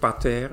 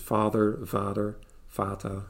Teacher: in de Germaanse talen begint het woord voor vader met een, een eh, fricatief, zoals we dat noemen · Shown in: second take · Dus eh, met een, een, iets wat we met de letter F of V schrijven, dus F of V.